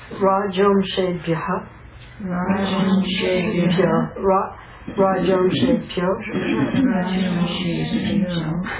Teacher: Rajas becomes rajo, and then the amsha, the a becomes silent